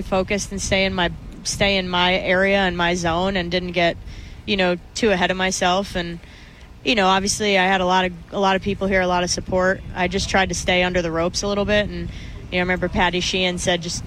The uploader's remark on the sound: the full show live at the Shoprite LPGA Classic